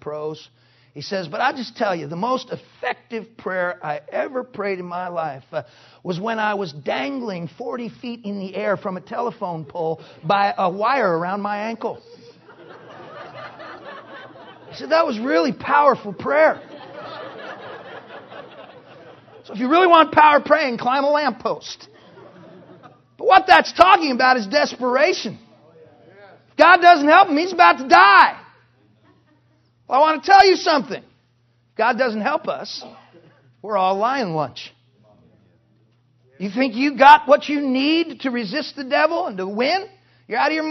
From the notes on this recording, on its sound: Preached in 2008 NW Bible Conference